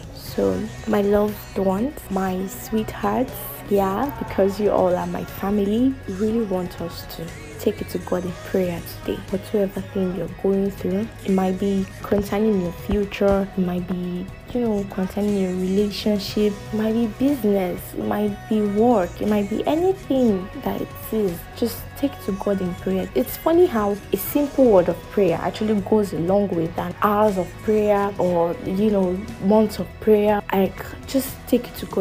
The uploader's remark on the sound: Sorry for the background noise, couldn’t remove it while editing.